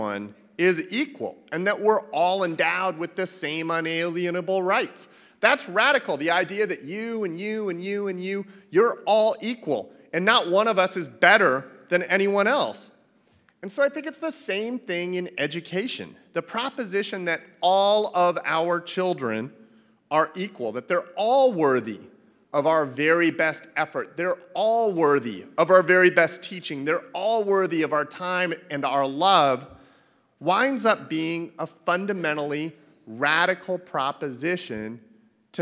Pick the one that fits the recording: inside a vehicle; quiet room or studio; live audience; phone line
live audience